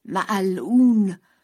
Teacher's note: From the lips of the members of this sect, foul imprecations fall unceasingly, while they invoke the word Ma'al'un, accursed, uttered with a guttural sound of the letter Ain